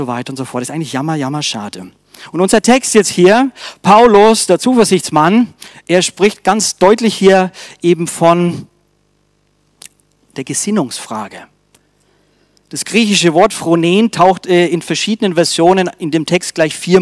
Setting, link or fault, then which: setting, large echoing room